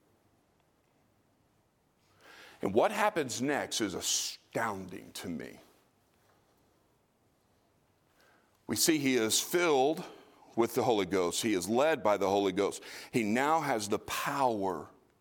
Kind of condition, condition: setting, large echoing room